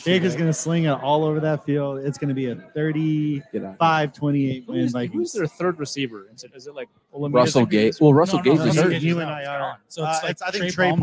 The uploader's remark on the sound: LIVE at Lake Monster Brewing